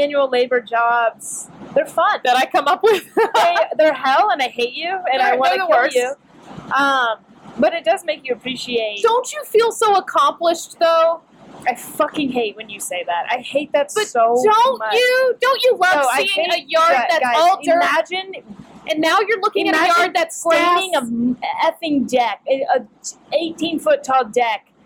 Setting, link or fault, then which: fault, background noise